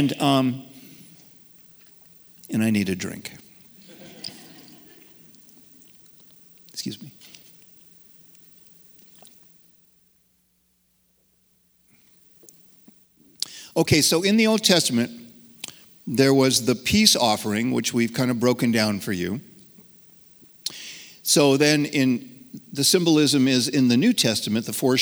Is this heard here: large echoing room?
yes